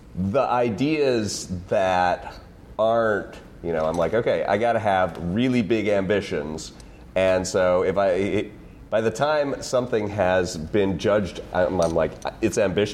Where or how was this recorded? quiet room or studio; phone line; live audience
live audience